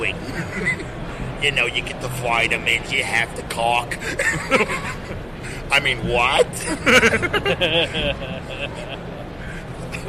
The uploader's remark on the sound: live at COMICPALOOZA from the con floor